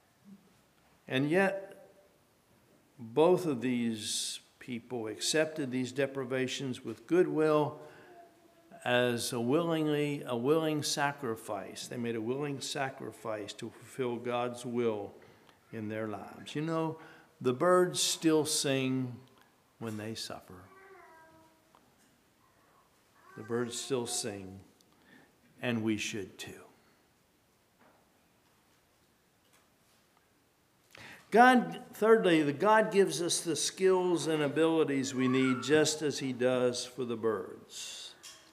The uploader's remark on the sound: At Hephzibah Mennonite Church on April 23, 2023.